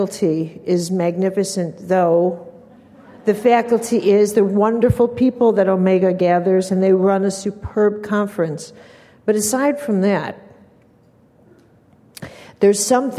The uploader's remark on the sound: Keynote from the Being Fearless Conference in NYC, 2005